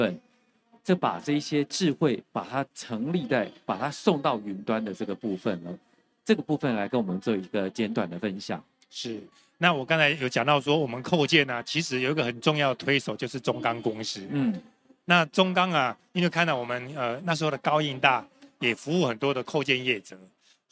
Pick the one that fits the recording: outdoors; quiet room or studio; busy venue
busy venue